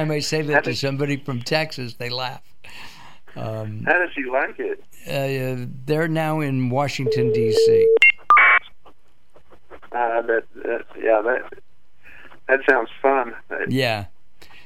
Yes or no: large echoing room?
no